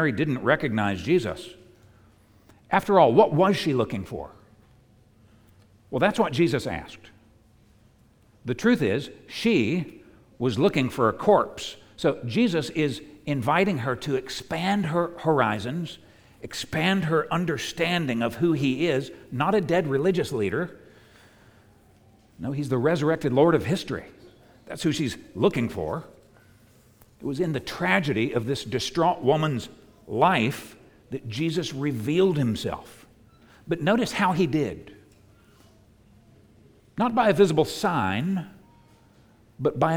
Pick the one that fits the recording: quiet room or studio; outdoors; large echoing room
large echoing room